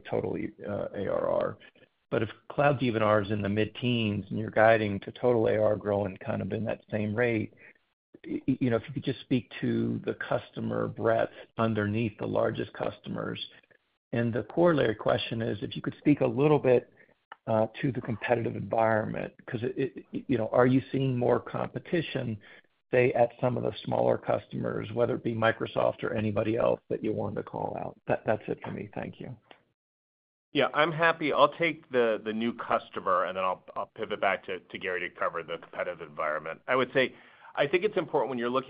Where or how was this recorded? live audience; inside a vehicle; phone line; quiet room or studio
phone line